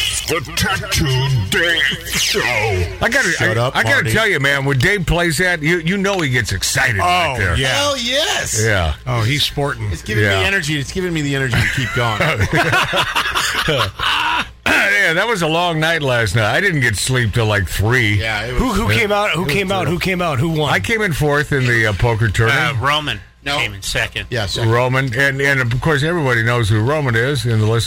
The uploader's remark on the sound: A Ribald, unplanned phone call